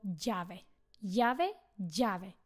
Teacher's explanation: No a keď sa rozprávame ešte o tej abecede a už sme si hovorili, ako sa čo vyslovuje, tak ešte v španielských slovíčkach nájdeš aj dve písmenka L za sebou a keď máš dve písmenka L za sebou, tak to čítaš ako J alebo D. Záleží, v akej provincii alebo v časti Španielska sa nachádzaš